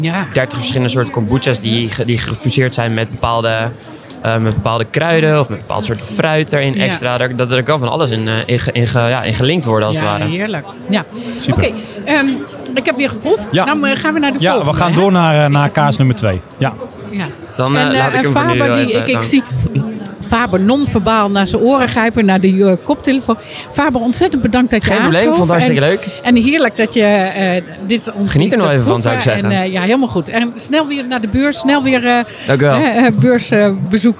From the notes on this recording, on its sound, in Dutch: Deze aflevering van de Stamtafel - Dé podcast over gastvrijheid - is opgenomen te midden van de Horecava. Met dank aan SVH voor een plekje op hun Horecava stand.